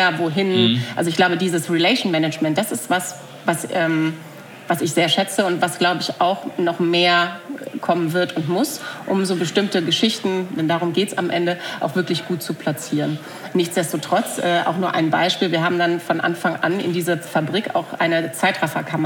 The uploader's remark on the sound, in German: Im Live-Podcast auf dem Kommunikationskongress in Berlin.